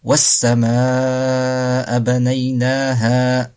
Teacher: La hamza suit le mad asli dans le même mot. Donc la durée, c'est 4 temps. · Term: Al-mad al-muttasil